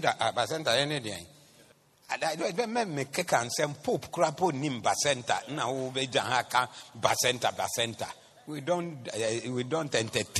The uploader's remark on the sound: Preached at the Doxa Service 14012024